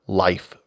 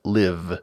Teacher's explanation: F and V are the unvoiced and voiced labiodental fricatives, as in life versus live.